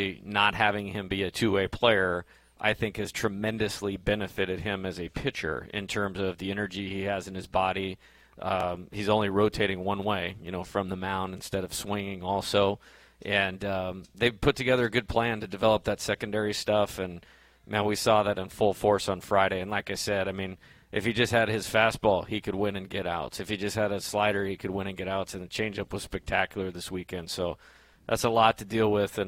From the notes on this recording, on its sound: A one-hour radio call-in show. Aired live from TJ Ribs on Acadian Thruway.